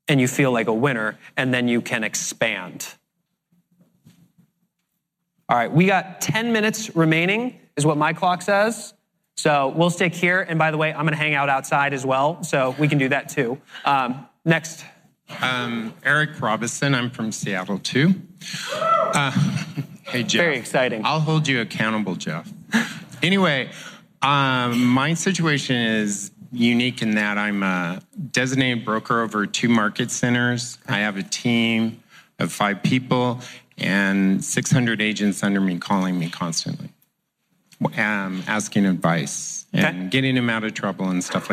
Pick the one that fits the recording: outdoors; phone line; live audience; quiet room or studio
live audience